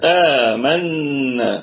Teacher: وهذا المد مقداره ألفا صحيحا أي حركتين